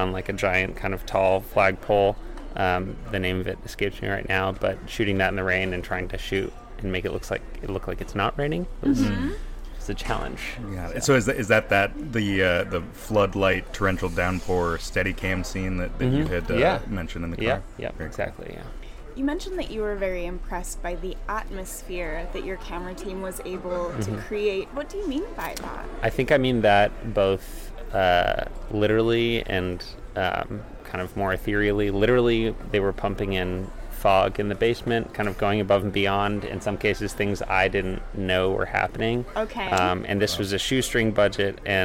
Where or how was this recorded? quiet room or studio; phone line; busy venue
busy venue